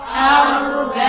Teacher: راء ساكنة وقبلها مضموم أو مفتوح مفخمة